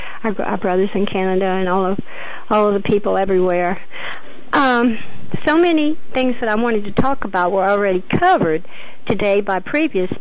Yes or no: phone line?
yes